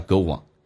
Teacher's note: 元音跟元音之间的连音不是加我就是加也，这个加个我叫 goon